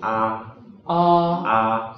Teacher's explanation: 先发啊，再带鼻音，不要一下子发鼻音啊